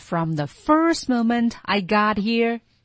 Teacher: From thefirst moment I got here，那是不是，那是在吵架，它不完全是吵架，他在争取。他调调在 I got here, here 的时候升到了一个高点，对不对？ From the first moment, first 重读，而调调并不高